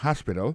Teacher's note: Alors accent tombe sur premier syllabe là, gain trois syllabes.